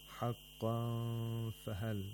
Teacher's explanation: The place of articulation of fa is approximated. We bring the articulators close to the place of articulation of fa, and at the same time make a nasal sound for 2 vowel counts. · Term: ikhfa of Noon Sakina